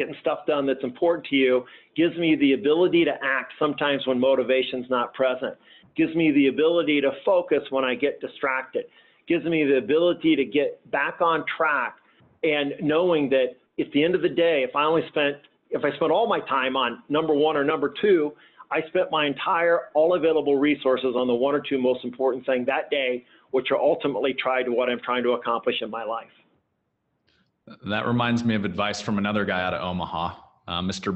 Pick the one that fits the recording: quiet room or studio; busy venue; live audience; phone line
phone line